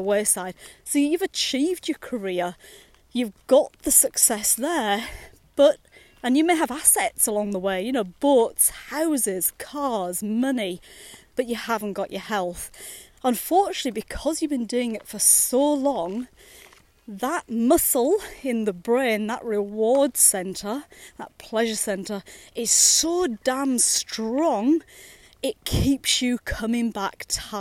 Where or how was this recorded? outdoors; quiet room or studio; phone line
outdoors